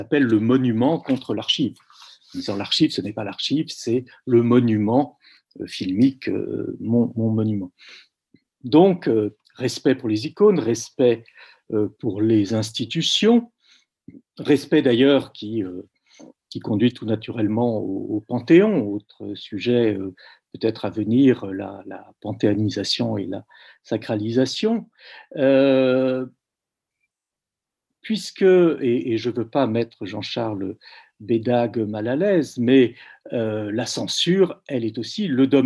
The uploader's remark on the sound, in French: Enregistré sur Zoom le 4 février 2021